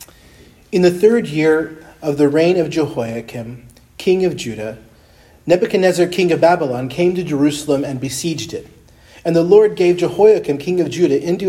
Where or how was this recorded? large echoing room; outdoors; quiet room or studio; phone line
large echoing room